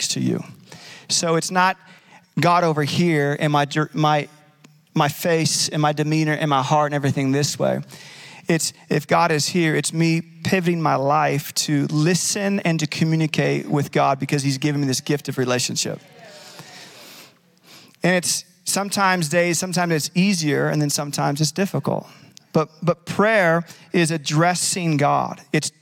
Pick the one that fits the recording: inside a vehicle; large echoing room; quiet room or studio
large echoing room